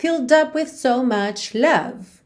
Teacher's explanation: Esquece essa letra E, tá pintadinha de cinza, ela não é pronunciada, então você pensa em filled. Ou seja, você tem o L, fill, o D entra só pra juntar no up